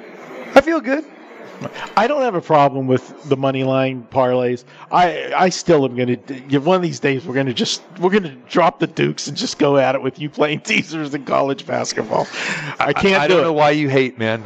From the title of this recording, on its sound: Live from the Superbook at Westgate Las Vegas